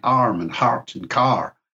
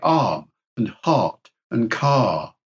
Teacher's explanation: You learn to drop the R at the end. The R was still being pronounced, you know, as in arm and heart and car, was still being pronounced in the 18th century · Shown in: first take · But no, in RP, you don't do it.